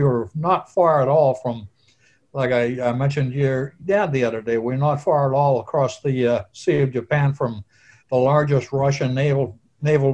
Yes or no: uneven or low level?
no